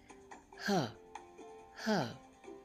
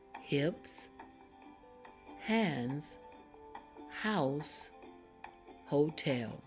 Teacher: the H makes this aspirated sound, meaning it has a little air with it